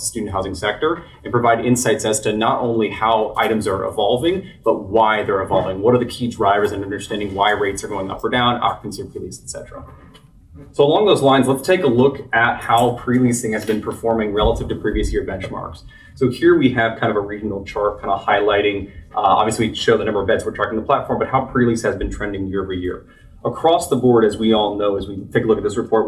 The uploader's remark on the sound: a panel discussion he moderated in July at College Pad's Annual Off-Campus Summit held on Georgis Tech's campus in Atlanta